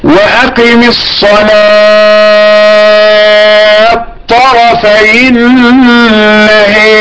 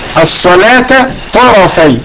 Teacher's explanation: التاء ادغمت في الطاء، هذه مدغمة قولا واحدا